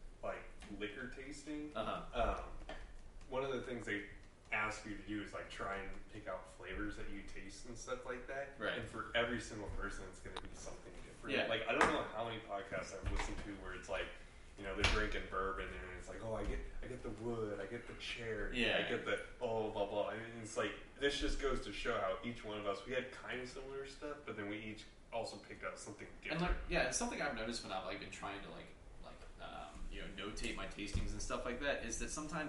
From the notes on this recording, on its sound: This week the boys are live from Midway Craft House in Denton TX. Live 1 From Midway Craft House Denton TX.